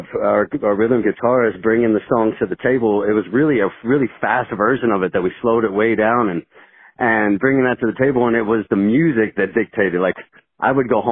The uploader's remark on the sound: From Southern Illinois, call in to chat.